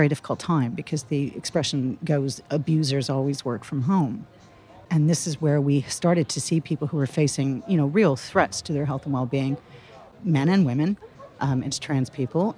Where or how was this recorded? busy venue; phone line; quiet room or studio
busy venue